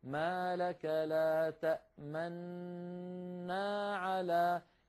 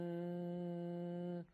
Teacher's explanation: إذن أول شيء ننطق الميم تأما، بعد الميم نأتي بالنون الأولى تأمن، بعد أن ننطق النون الأولى مباشرة نضم الشفتين تأمن تأمن، ويبقى هذا الشكل الشفتين مضمومتين مستمرا إلى أن يبدأ نطق نا. · Term: الإشمام